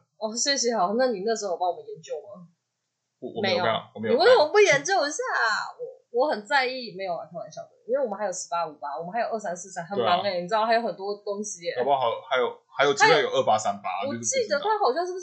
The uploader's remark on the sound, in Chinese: 本集因錄製時忘記轉換麥克風，音質不太好，敬請見諒～（這集已經重錄兩次啦）。